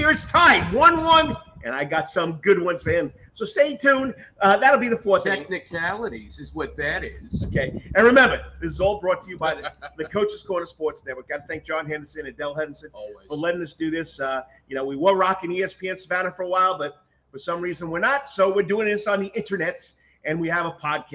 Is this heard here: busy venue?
yes